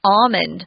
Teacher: You can say it with the L, almond, but the primary pronunciation actually doesn't have an L in it